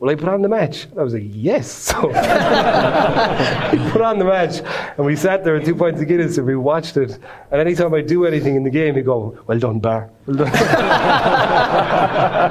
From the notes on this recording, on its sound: The House of Rugby show is on the road! Live in Limerick, at 1314.